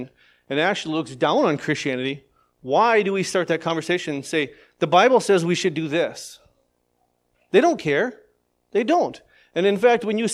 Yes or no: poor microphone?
no